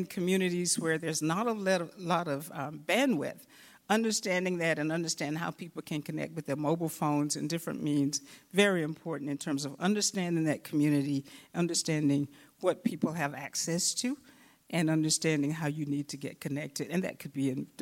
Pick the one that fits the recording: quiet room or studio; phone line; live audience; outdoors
live audience